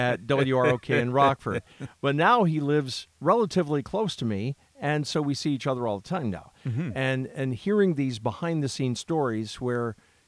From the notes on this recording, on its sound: on a deck at sunset overlooking a lake in southwest Michigan